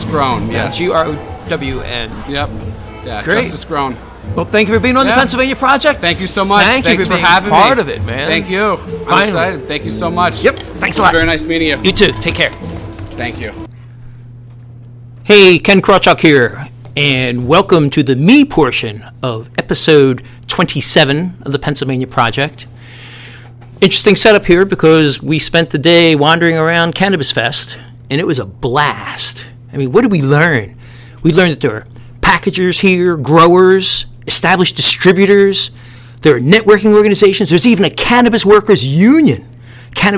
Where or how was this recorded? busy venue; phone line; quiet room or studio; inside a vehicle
busy venue